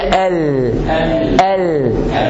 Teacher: اللام بيبقى على ايه؟ على المساحه كلها بتاعه اللسان، الطرف من قدام